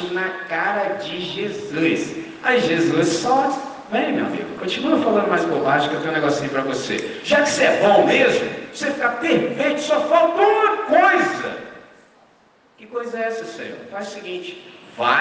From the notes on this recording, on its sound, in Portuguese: Gravado em 31 de Maio de 2023 com os estudantes do 6°, 7° e 8° ano do Colégio Batista Brasil unidade Volta Redonda, RJ.